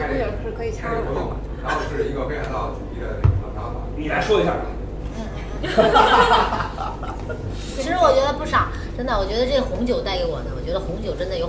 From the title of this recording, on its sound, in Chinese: 听友会现场版